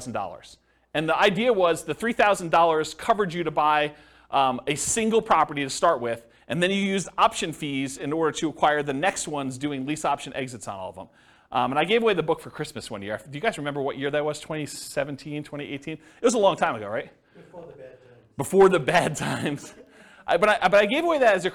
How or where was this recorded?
live audience